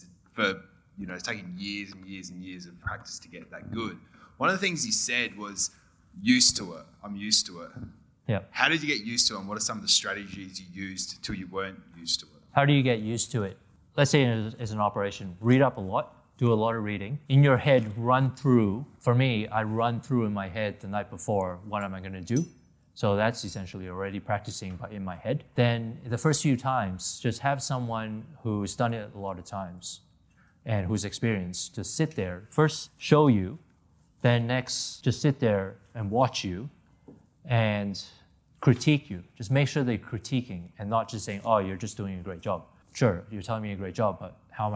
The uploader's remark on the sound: answers questions from the audience